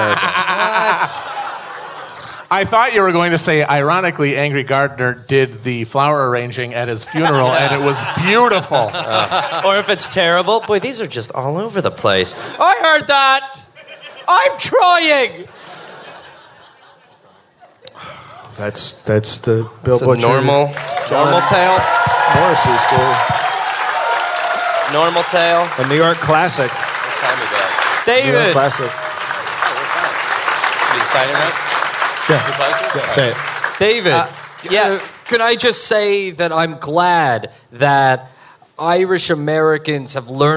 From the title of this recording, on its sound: Live in NYC